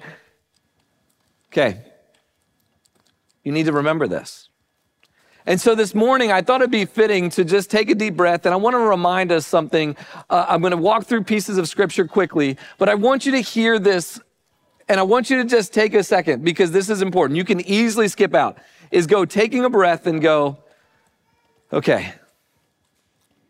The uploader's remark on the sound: Recording of Sunday gathering on Dec 17th, 2023.